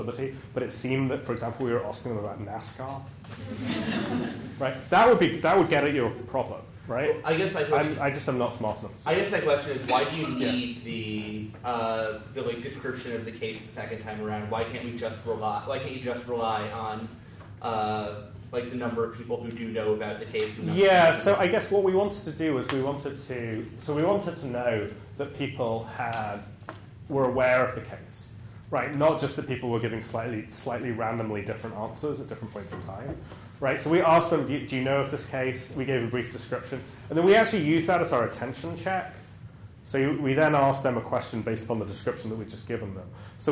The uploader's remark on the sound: Recorded on May 5, 2015, as part of the Chicago’s Best Ideas lecture series.